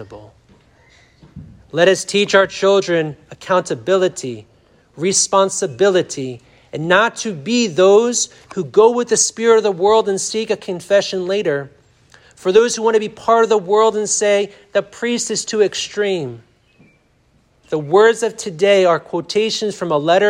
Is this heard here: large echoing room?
yes